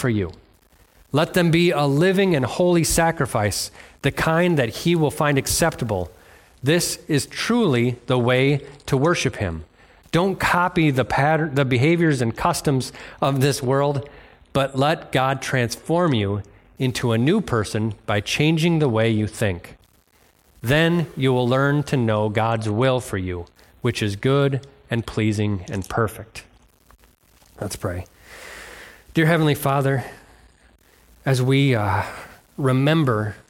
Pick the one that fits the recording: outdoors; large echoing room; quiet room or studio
large echoing room